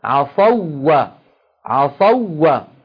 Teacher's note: فهنا كان الأول واو ساكنة لكن قبلها مفتوح ليست حرف مد لذلك الإدغام حاصل